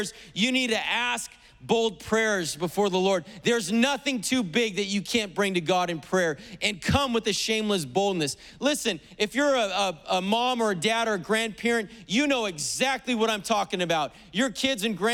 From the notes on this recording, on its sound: was preached on August 15th at the 11:30AM service.